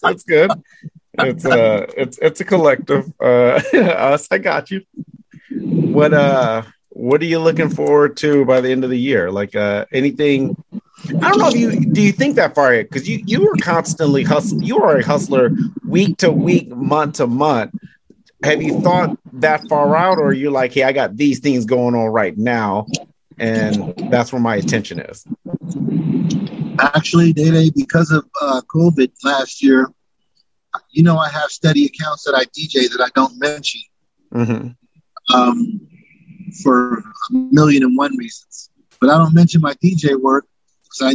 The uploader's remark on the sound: While he's driving to California.